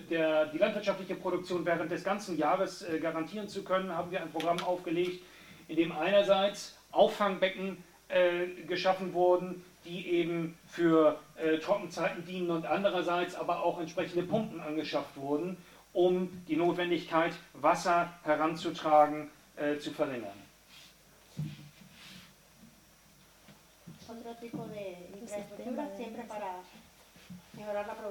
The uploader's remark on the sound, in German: Mitschnitt des Vortrags. Auf der INKOTA Herbsttagung in Brandenburg.